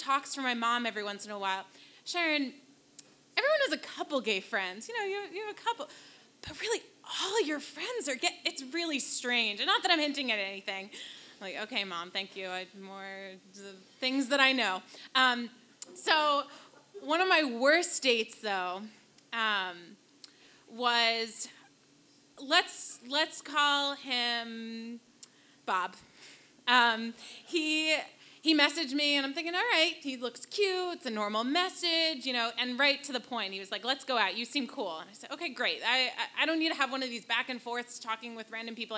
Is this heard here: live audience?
yes